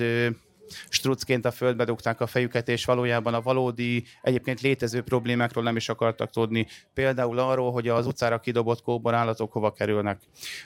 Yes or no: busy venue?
yes